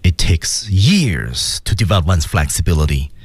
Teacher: 那 takes years develop flexibility 就很重，给的力量很足，而其他的就稍微轻一点，轻重呢是有别的。